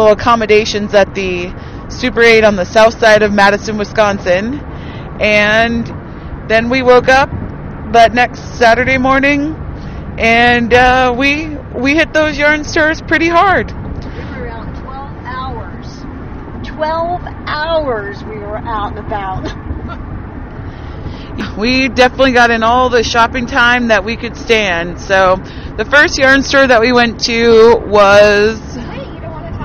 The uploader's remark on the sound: WARNING: we recorded in the car on the way home. There is some background noise.